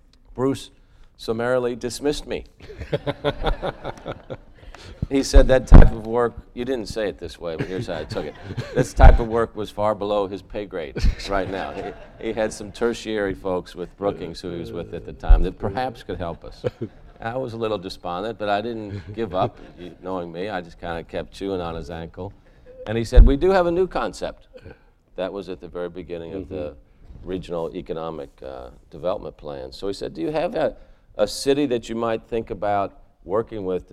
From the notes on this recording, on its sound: before an audience of city employees and partners